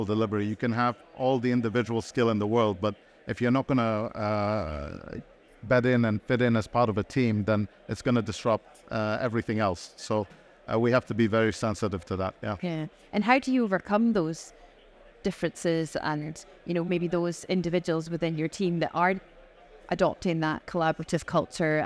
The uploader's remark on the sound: Recorded live at ADIPEC 2023